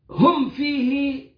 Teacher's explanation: ميم بعدها الفاء إظهار شفوي مؤكد